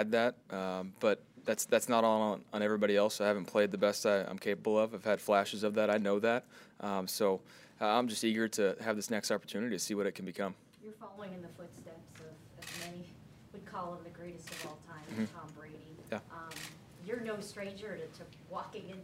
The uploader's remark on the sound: Press Conference